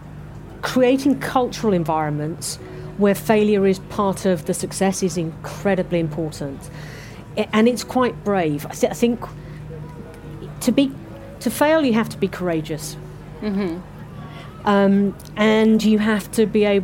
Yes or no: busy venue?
yes